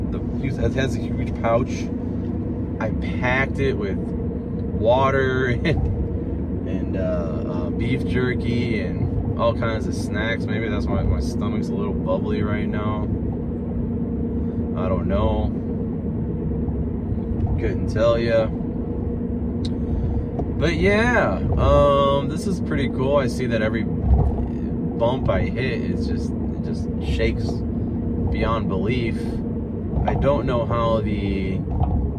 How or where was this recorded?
inside a vehicle